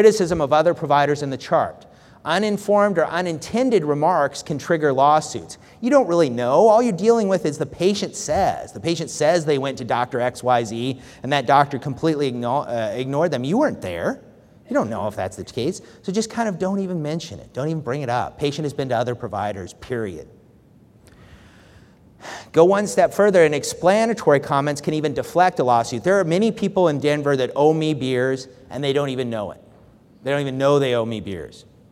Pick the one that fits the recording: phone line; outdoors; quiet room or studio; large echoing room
large echoing room